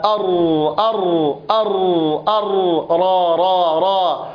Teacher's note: الراء حرف مكرر، وذلك لارتعاد طرف اللسان واهتزازه عند النطق بحرف الراء